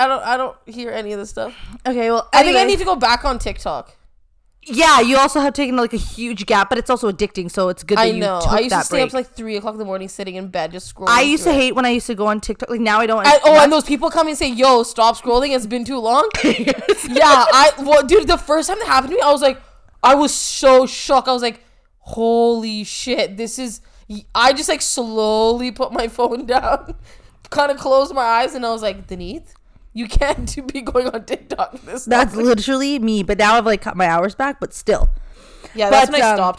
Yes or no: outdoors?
no